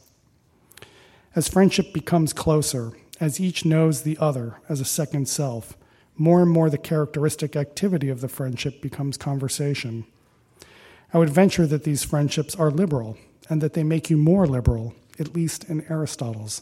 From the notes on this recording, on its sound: Recording of a lecture given on September 9, 2016. As part of the Formal Lecture Series.